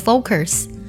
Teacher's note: focus 这个单词不能加儿化音